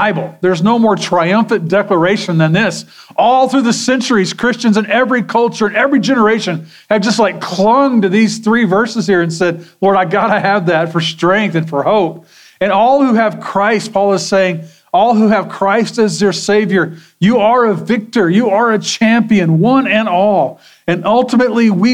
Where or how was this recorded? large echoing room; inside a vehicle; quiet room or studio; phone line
large echoing room